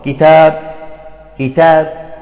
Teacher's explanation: الوجه الثاني الروم مع القصر بدون قلقلة